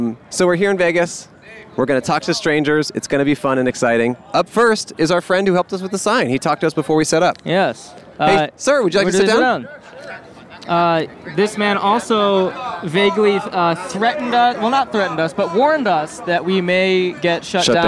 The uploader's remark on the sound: Recorded on the Las Vegas Strip at 1:00AM.